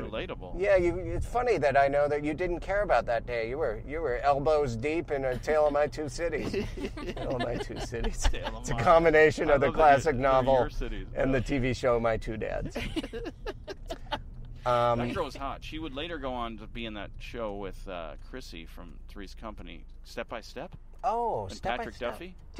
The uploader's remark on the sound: Just west of Los Angeles' downtown area. In the car, while recording. Ultimately, he's brought to The Monty Bar, where they then record his set at a show there.